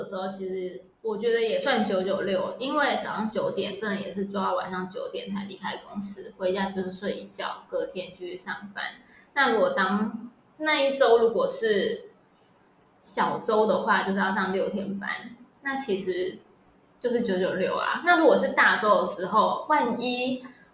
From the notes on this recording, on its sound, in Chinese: 本集仍是遠距錄音，音檔品質欠佳